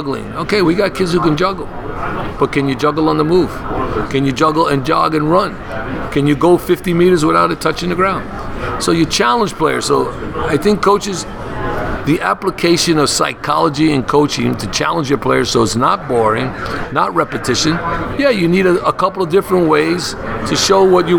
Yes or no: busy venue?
yes